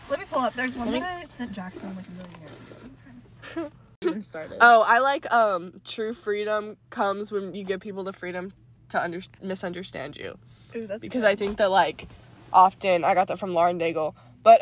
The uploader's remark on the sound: Live from the Sonic Parking Lot